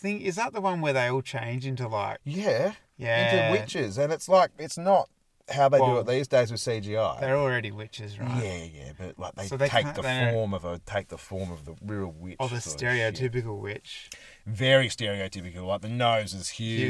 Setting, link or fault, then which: setting, inside a vehicle